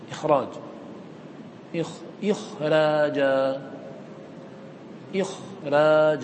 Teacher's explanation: خاء فيها الهمس وفيها الرخاوة، وهاتان صفتان ضعيفة، وفيها الانفتاح وهي صفة ضعيفة، وفيها صفة واحدة قوية وهي صفة الاستعلاء، فلم تغلب صفة الاستعلاء فيها الصفات الأخرى، فكانت الخاء حرفا ضعيفا، فالخاء حرف ضعيف مع توسطها لا تؤثر. · Term: الخاء ضعيفة